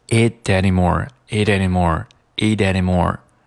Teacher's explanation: 舌尖有一个非常轻的一个跳跃 · Term: 跳舌音